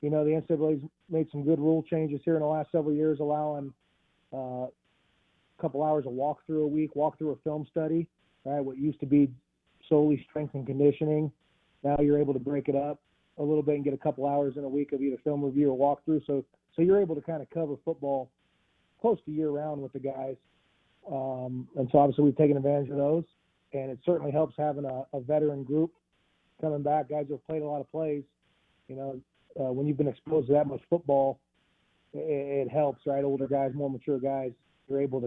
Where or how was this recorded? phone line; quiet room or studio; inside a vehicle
phone line